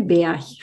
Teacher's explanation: So hört man das G noch nicht mal. Wenn man es so ausspricht, hört man sogar eher ein K als ein G.